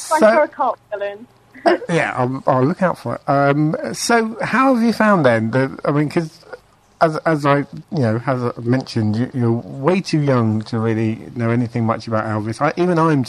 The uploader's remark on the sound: is joined on the phone